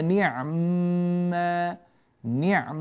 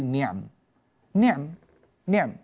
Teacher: كأننا نقول نعم لكن نطيل الميم · Term: السكون